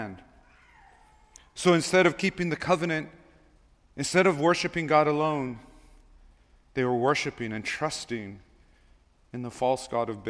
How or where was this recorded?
large echoing room